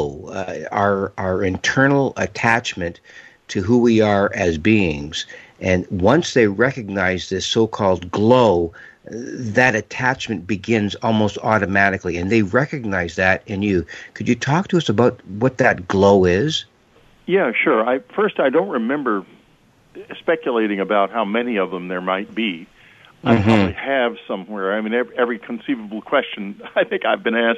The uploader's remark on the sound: open phone lines for questions for listeners